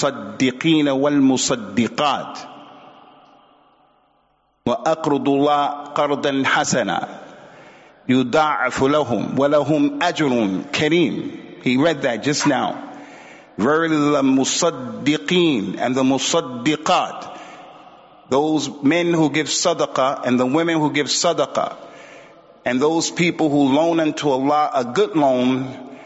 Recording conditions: large echoing room